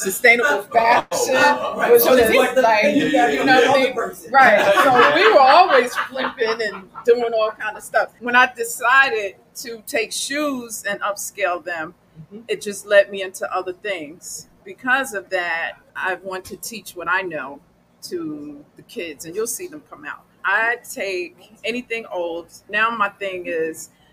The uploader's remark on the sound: LIVESTREAMED ON LOCATION AT BOUJIE BOUTIQUE, JERSEY CITY, NJ